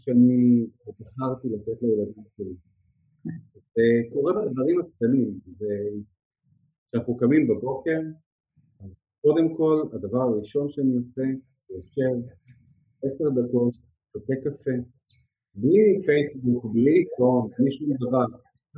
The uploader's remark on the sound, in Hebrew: לצערי במהלך הקלטת השיחה שלנו היו בעיות סאונד. שנבעו כנראה מחוסר הניסיון שלי בהקלטת וולוג ופודקאסט.